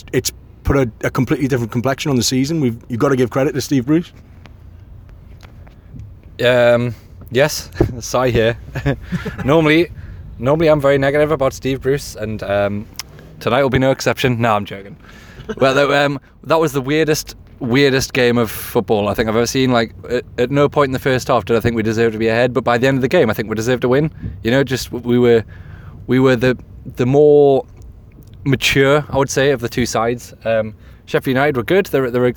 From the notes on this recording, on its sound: In the car on the way back from Sheffield.